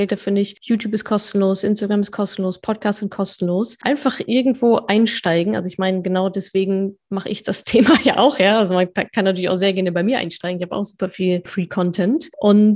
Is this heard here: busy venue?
no